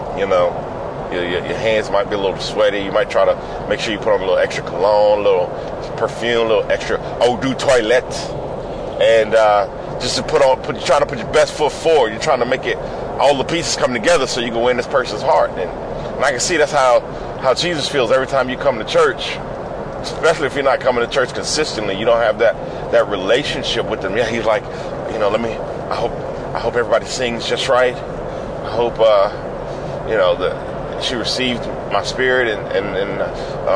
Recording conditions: inside a vehicle